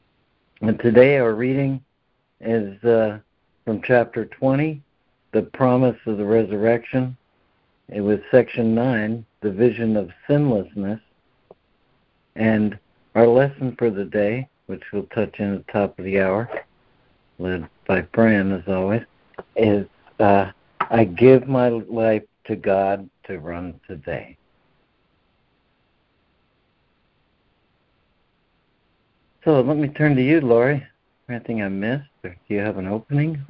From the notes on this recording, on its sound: ACIM Daily Conference Call.